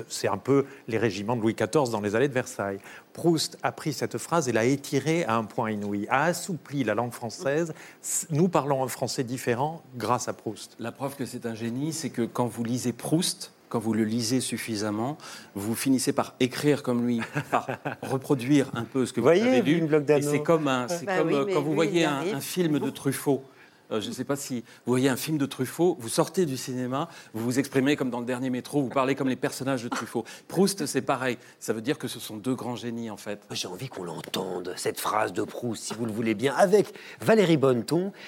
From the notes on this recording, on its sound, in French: La Grande Librairie lui consacre une émission spéciale, comme un feu d’artifice… en public !